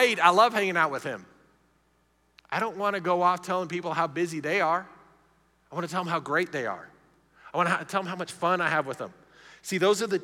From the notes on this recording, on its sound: Recorded live during our Wednesday night service